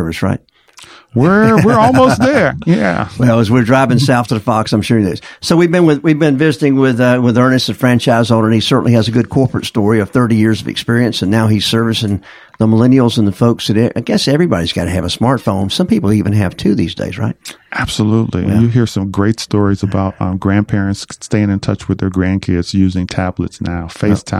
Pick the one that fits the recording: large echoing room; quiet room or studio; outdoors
quiet room or studio